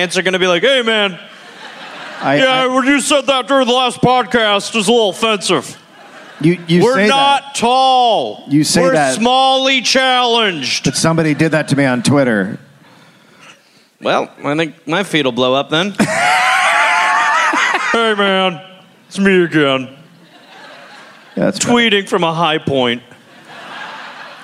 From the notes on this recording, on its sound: Recorded live in Dallas.